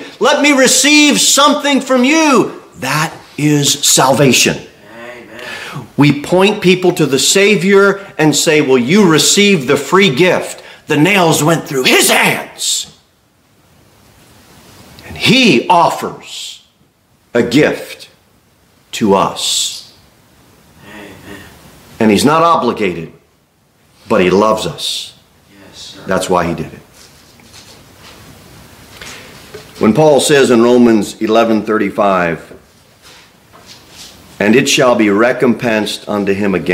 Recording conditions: large echoing room